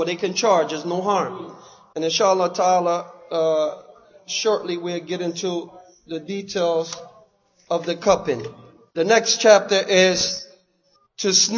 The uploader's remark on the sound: Lecture given at Masjid Nur Allah, Queens, NY